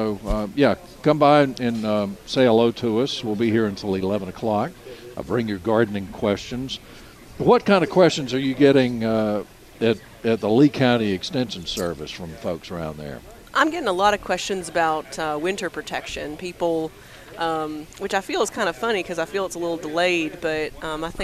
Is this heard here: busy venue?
yes